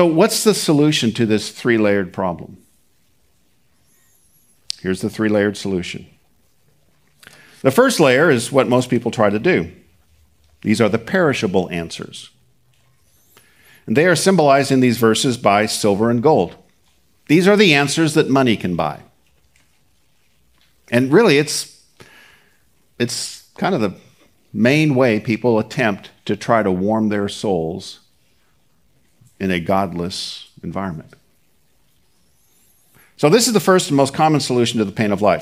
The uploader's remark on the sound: Recorded at Seabreeze Church